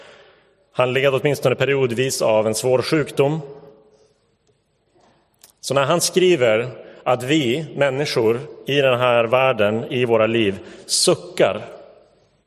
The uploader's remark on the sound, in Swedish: Inspelad i Roseniuskyrkan den 4 september 2022.